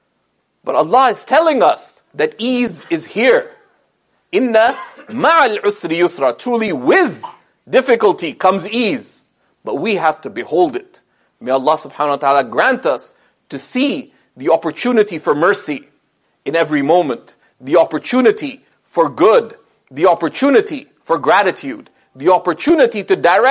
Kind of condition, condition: setting, large echoing room